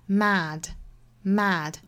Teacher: 这个词英音的发法呢是比较靠口腔后部的。我们在发这个梅花 A 的时候，英音的话是发一个 A 的发音,mad,mad。这个音其实很像 CAR, car 里面的这个 R 的发音。但是其实还是左右的嘴角还要咧的哈，所以它其实并不是完全的等同于 R 这个音，不是 mad,而是 mad, mad.